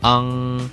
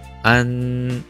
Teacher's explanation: 前面这个口型呢，比后面的要大很多